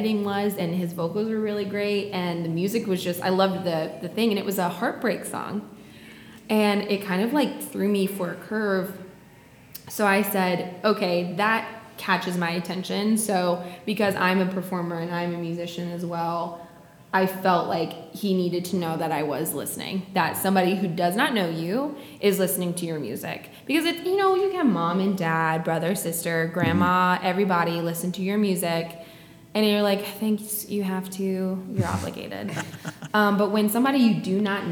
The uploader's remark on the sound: live from the Oakhouse in Canton Ga